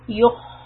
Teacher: From ya dhamma yu to the kha sukun, we are going to raise the back of the tongue. Yukh. Hold the sound.